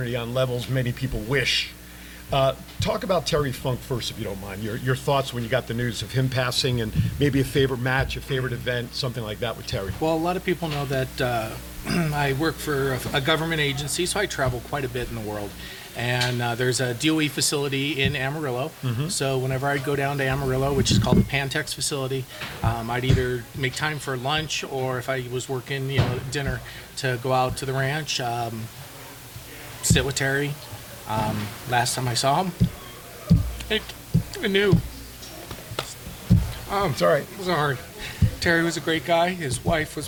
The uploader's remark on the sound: Live on location from Sams Town.